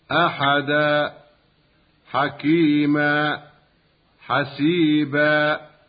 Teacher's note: الحالة الثالثة للمد الطبيعي أن يكون ثابتا وقفا محذوفا وصلا، وذلك إذا كان حرف المد مبدلا من تنوين الفتحتين عند الوقف، كالوقف على أحدا حكيما حسيبا، فإن التنوين في هذه الأمثلة ونحوها يبدل حرف مد ألفا عند الوقف هكذا: أحدا حكيما حسيبا، ويحذف المد وصلا. · Term: المد الطبيعي